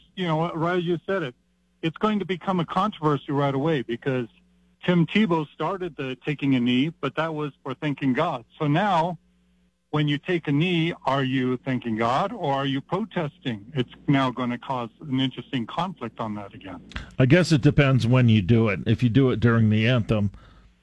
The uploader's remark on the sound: takes your phone calls on News Radio KKOB